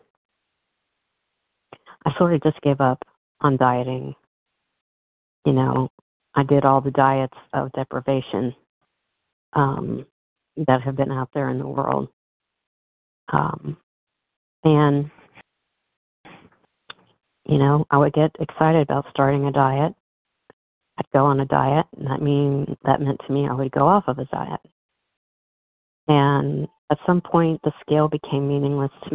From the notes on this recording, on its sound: from the 100 Pounders Phone Meeting